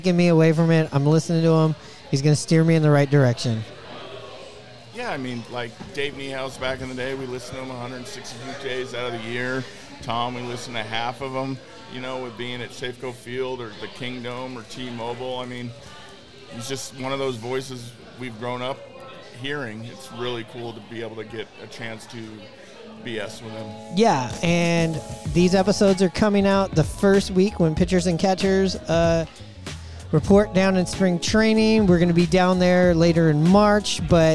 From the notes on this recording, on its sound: Recorded at Murphy's Pub in Wallingford.